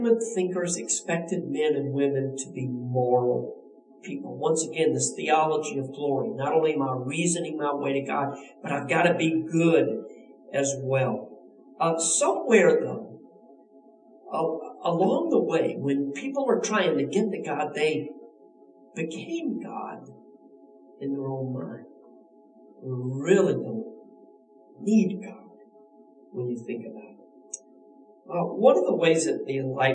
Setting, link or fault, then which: fault, poor sound quality